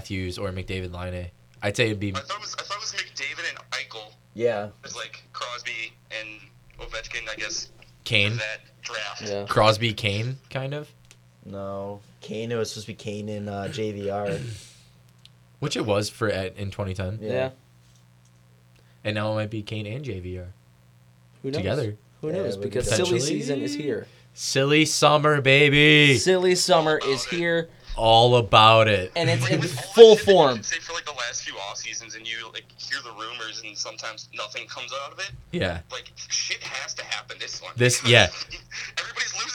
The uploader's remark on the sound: even have a special guest call